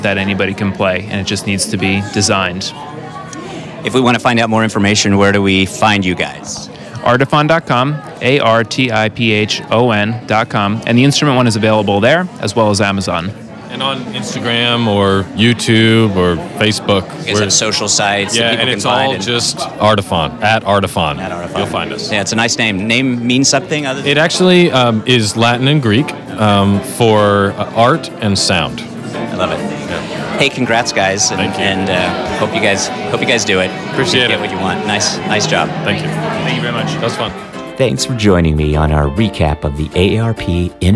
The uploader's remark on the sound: As a matter of fact, we’re listening to some of the music now, produced live at the event for us by the Artiphon team.